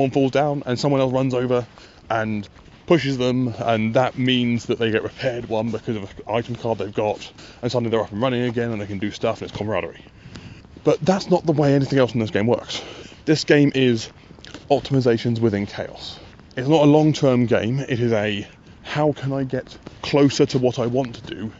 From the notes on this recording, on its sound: While walking Gaspode around the common in the dark.